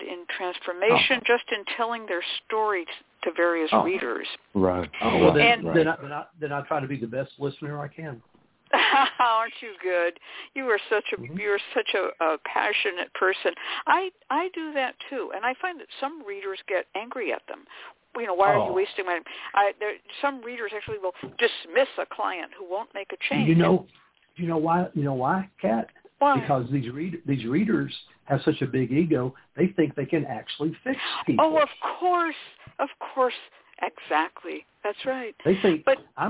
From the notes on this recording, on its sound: The Lucky Mojo Hoodoo Rootwork Hour is a real, live call-in show where the general public gets a chance to ask about actual problems. We begin this show with a Discussion Panel.